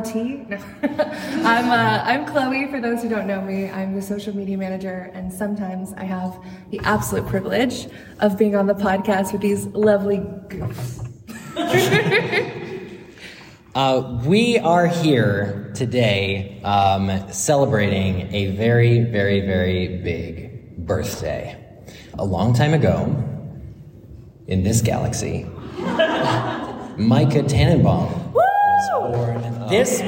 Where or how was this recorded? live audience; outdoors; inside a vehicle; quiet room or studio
live audience